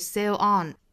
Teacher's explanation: 这个 sail 和后面的 on 在做连读呢，有一个舌侧音加上元音的连读，其实就算是辅加元的连读了，那这里面读成 long sail on，不要直接过去了，就是 sailon。那因为舌侧音这个连读呢，这个 l 的发音一定要发成 l。Sail on the boat，后面这个 the 要弱读，不是 sail on